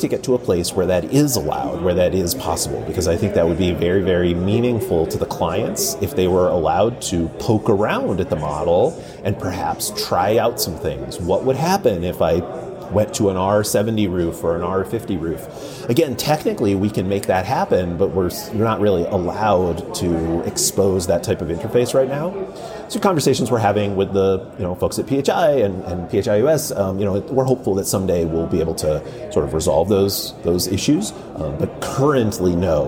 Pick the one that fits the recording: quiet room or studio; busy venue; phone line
busy venue